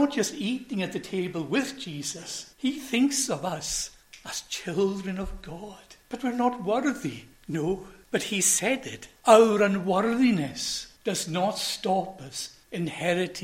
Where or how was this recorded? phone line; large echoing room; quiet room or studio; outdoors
large echoing room